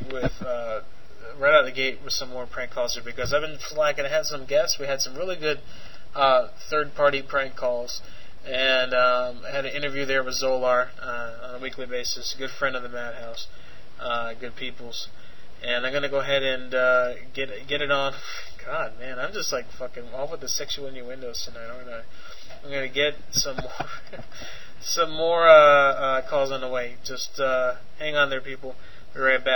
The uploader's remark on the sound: Prank Phone Calls.